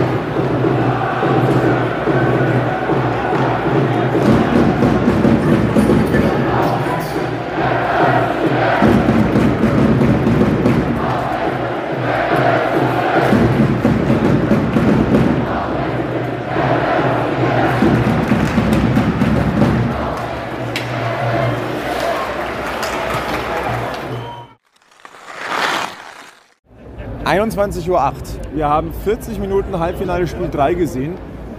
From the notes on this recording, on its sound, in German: Live-Reportage von Halbfinal-Spiel 3 zwischen München und Wolfsburg. Die einmal mehr im Rahmen eines EHC-Heimspiels am Oberwiesenfeld entstanden ist.